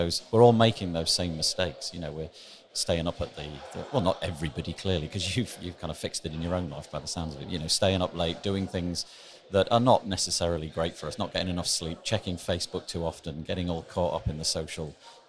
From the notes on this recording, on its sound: Today is another episode which was recorded live in the halls of the Estrel Hotel in Berlin. This was the location of WordCamp Europe in 2019. You’re going to be hearing some background noise, as I found it nye on impossible to keep 3,000 WordPressers quiet!